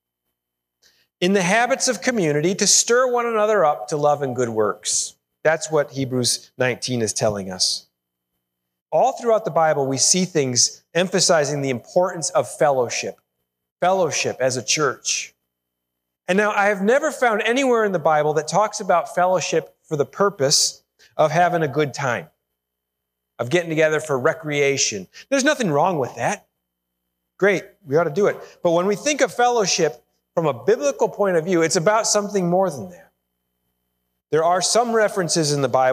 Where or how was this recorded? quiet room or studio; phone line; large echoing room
large echoing room